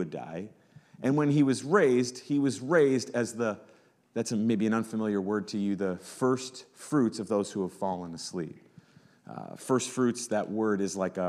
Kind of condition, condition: setting, large echoing room